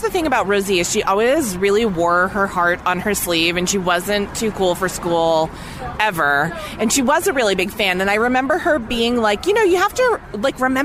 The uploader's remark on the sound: sat down outside a cute little cafe in Los Angeles